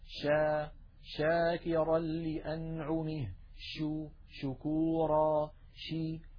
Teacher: الشين لا ينقفل المخرج عند النطق بها، بل يبقى مفتوحا يمر منه الصوت